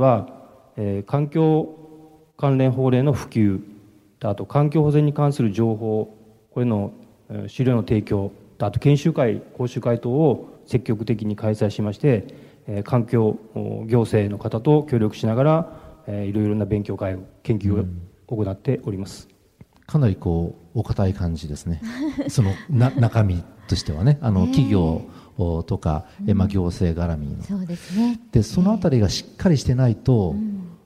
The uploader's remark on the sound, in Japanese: 公開録音「地球と共生・環境の集い2020」